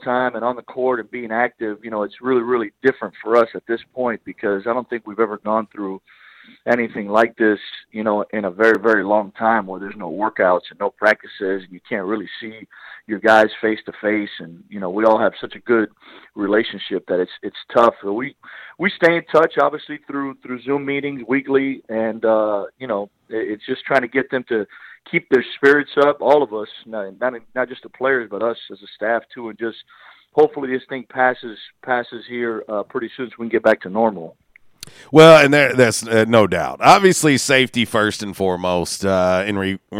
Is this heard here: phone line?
yes